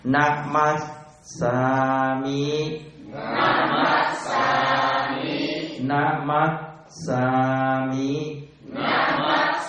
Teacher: Ở đây giữa hai cái chữ S mà hai phụ âm này đi đôi với nhau, chúng ta có ngắt ra một tí. Và chữ mas chúng ta đọc chậm, có gió và chặn lại.